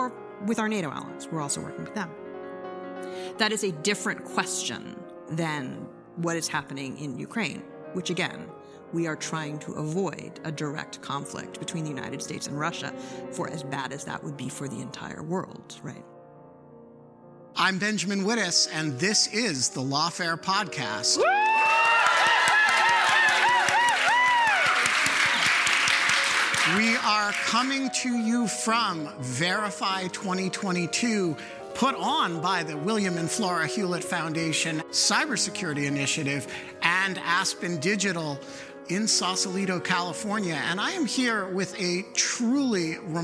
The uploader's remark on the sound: Hosted by the William and Flora Hewlett Foundation Cyber Initiative and Aspen Digital, Verify 2022 brings together journalists and cyber and tech policy experts. On this live recording of the Lawfare Podcast.